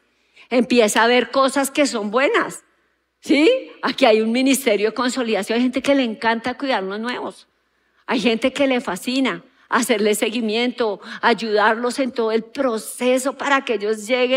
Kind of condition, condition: setting, large echoing room